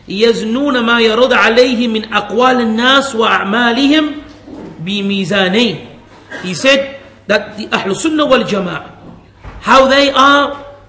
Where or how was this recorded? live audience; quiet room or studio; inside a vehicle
live audience